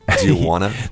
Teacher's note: We say want to, that becomes wanna.